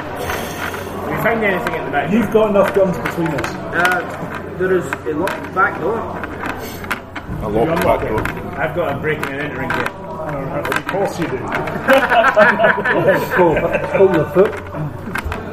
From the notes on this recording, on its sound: I apologise for the background noise, it was something that couldn't be avoided since we were at the Falkirk District Wargames Club where we played it. The interuptions from other people couldn't be avoided either, and since they were intersperesed by play then I couldn't really edit them out.